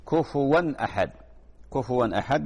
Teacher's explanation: كفوا أحد وليس كفوا، لا، كفوا، كفوا أحد. طبعا في إظهار كفوا أحد يعني تظهر الهمزة، كفوا النون، عفوا النون طبعا بالنسبة لما بعده التنوين، التنوين لما بعده حرف من حروف الإظهار.